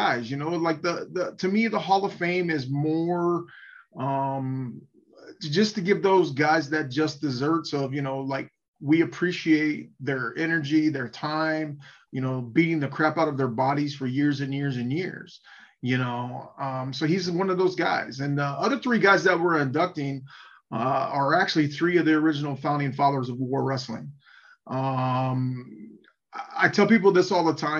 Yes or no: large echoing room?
no